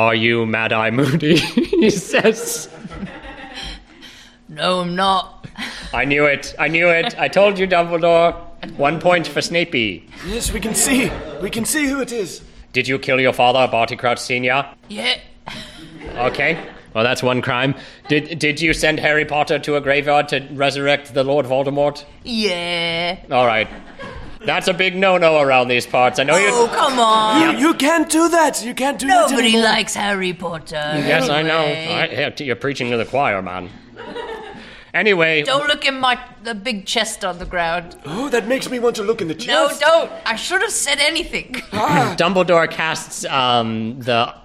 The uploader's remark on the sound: This episode was recorded live as part of a fundraiser for Howard Brown Health.